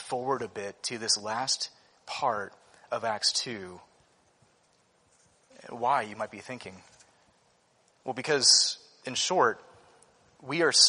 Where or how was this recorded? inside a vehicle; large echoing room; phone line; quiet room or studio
large echoing room